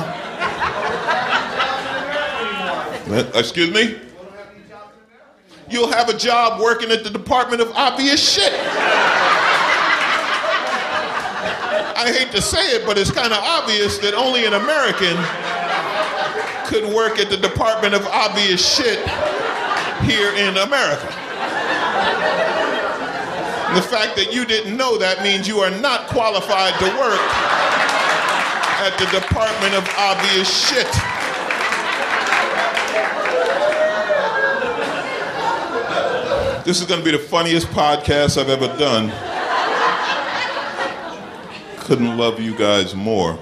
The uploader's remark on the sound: Recorded uncut at Icehouse Pasadena